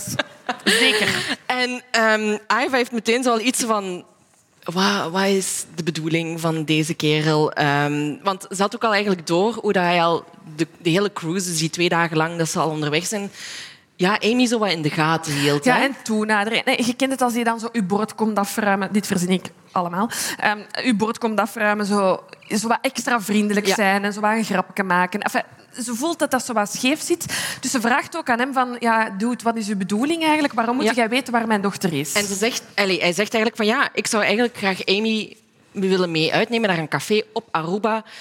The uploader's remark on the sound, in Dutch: Onze live opname vanop het Podcastfestival in Oostende.